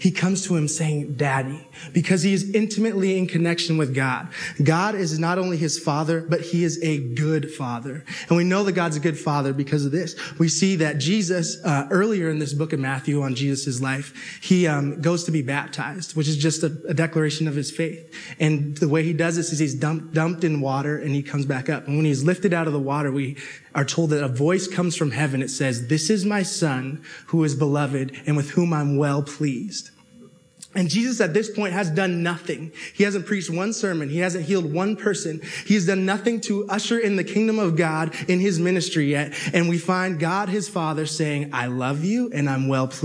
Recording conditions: live audience